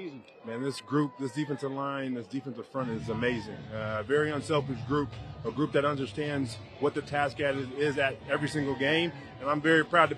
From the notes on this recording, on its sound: live on the field after the Eagles win over the 49ers in the NFC Championship